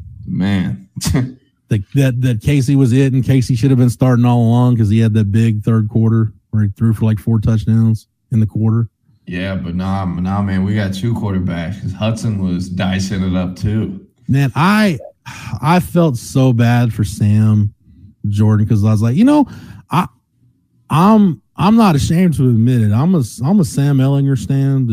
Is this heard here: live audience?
no